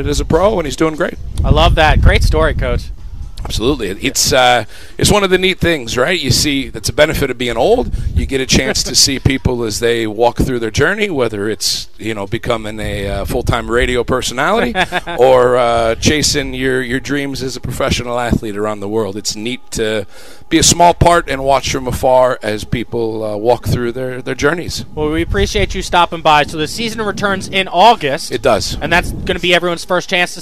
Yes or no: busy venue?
yes